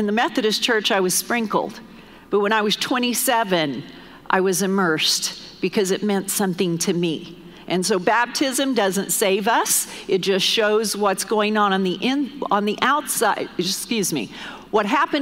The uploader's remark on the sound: Recorded live during our Wednesday night service